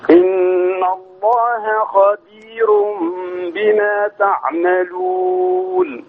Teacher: بين ترقيق الراء بتاعت خبير بما